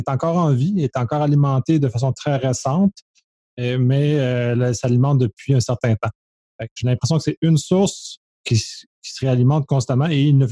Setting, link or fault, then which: link, video call